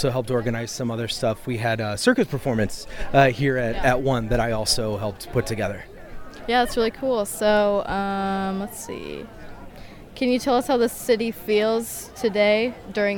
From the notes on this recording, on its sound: This year, Youth Radio took to the streets to ask attendees of the 2023 Granfalloon Festival. Along the way, they interviewed both people on the street, local artists and musicians and some participants in the festival itself. The extended edit of the episode that first aired on WFHB.